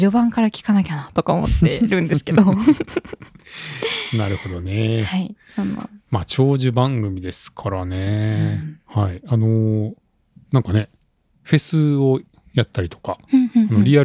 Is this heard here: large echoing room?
no